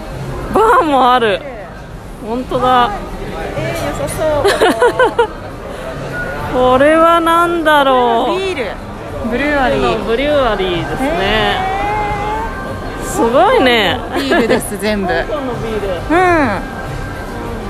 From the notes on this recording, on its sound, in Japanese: リニューアルオープンした街市から現地収録。いわゆる昔ながらの「街市」とは全然違う雰囲気にドキドキしながら、初めての現地収録です。